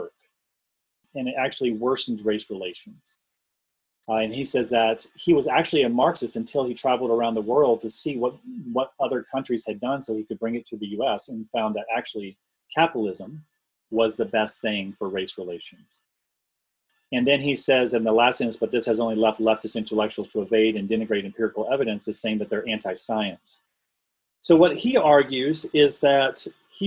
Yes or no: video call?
yes